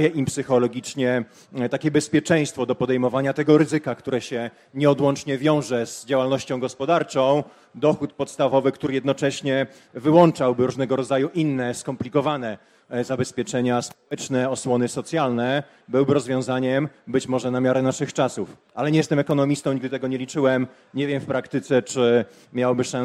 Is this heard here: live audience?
yes